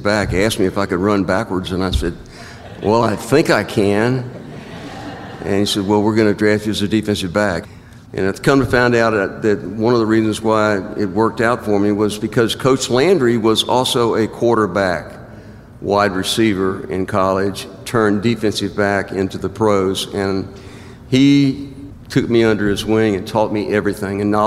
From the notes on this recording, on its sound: 2020-2021 Texas Sports Hall of Fame Induction. Stories were taken from the press conference and induction ceremony.